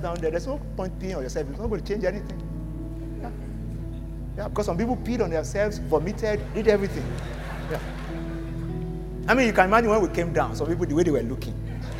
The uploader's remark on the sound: The church is based in Nigeria with multiple expressions in Lagos. Venue: PISTIS Conference Centre, Jakande, Lekki, Lagos.